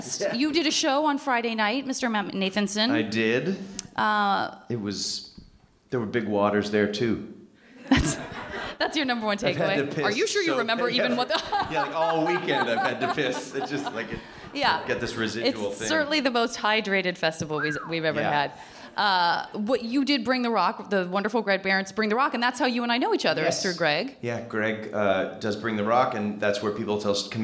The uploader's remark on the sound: This special episode recorded live at SF Sketchfest has a little something for everyone.